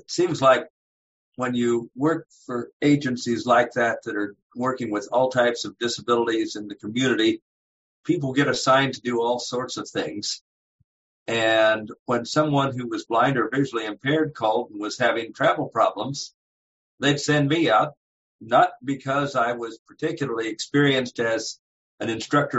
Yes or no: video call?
yes